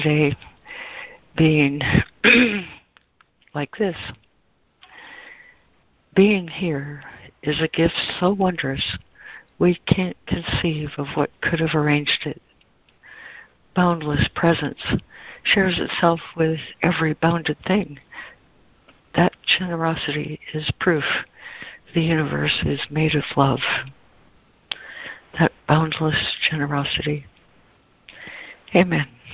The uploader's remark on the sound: ACIM Daily Conference Call